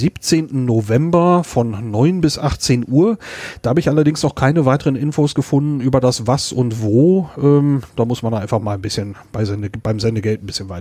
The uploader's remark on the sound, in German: Podstock 2018 - vor Ort